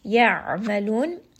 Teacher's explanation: عين is going to be from the middle of the throat. And then we end here on a four-count.